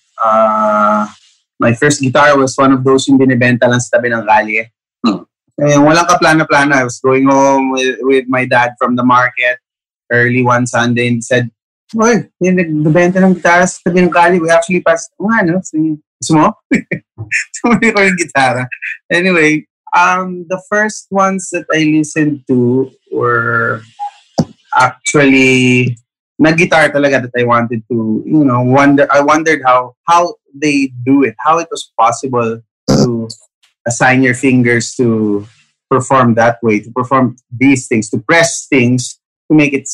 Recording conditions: video call